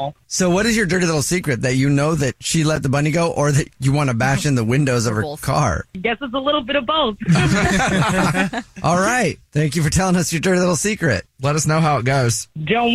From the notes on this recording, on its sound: the woman on the phone